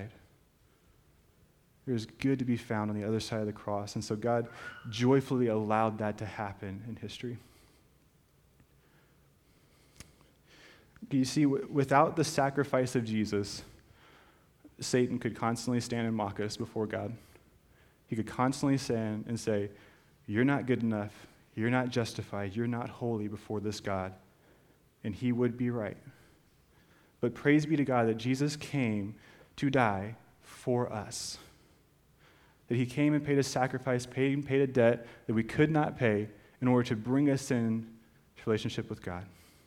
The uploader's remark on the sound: This is a special podcast of a live recording. Preaching at First Baptist Church of Chappell Hill, Texas.